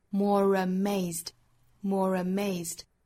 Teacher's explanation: more 和 amazed 之间又是连读加 r